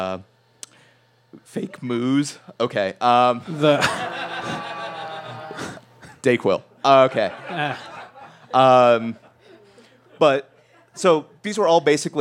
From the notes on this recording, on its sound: Live from the Denver Podcast Network Showcase. A whole slew of shows were on stage that night.